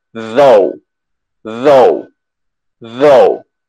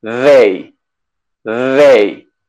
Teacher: Tú tienes los dientes superiores, dientes inferiores. La lengua tiene que estar rozando los dientes superiores y decir, y hay vibración acá también. · Term: con una D